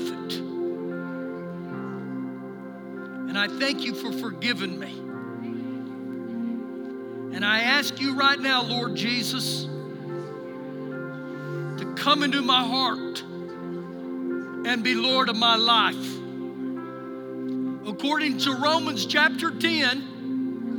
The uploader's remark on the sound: Recorded live during our Sunday morning service